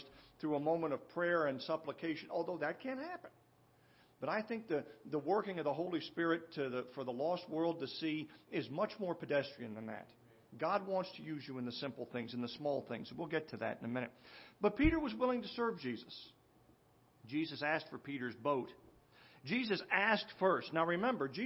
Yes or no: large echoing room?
yes